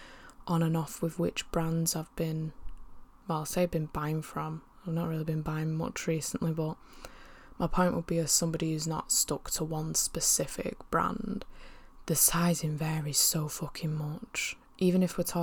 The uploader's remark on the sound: as she attempts to battle through Salford’s intense background noise